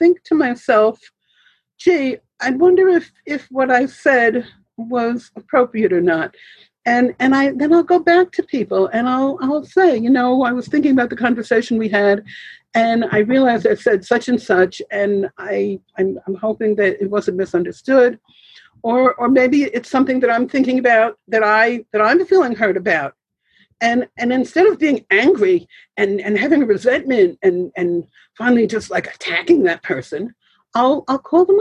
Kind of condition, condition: link, video call